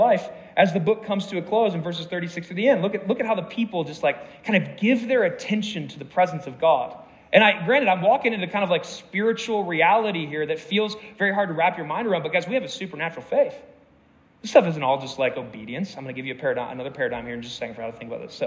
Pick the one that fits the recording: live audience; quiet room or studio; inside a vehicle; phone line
live audience